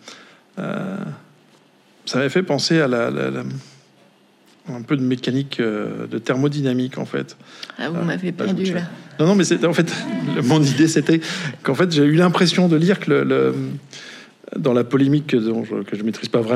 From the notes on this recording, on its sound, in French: Conférence enregistrée à Cap Sciences Bordeaux le 23 Octobre 2023.